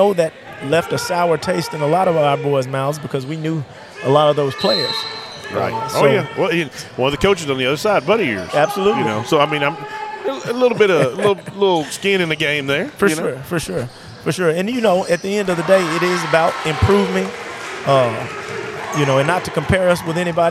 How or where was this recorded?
busy venue